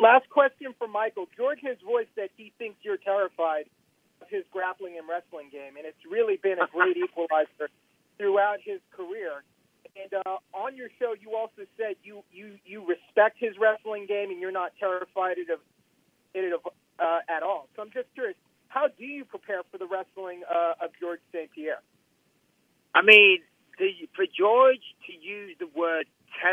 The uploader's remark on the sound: UFC 217 Conference Call